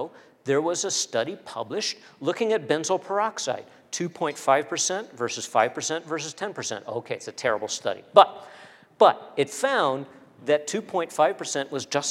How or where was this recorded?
large echoing room